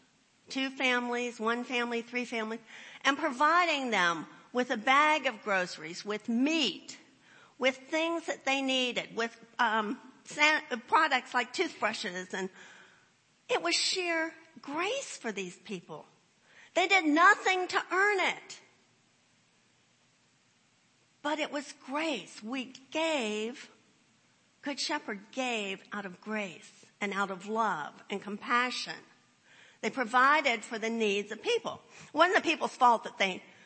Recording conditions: large echoing room